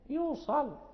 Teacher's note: واللام المغلظة التي تسكن للوقف من أمثلتها أن يوصل، الذين يقطعون ما أمر الله به أن يوصل ويفسدون، إذا وقفنا تصبح اللام ساكنة فنقف بالتغليظ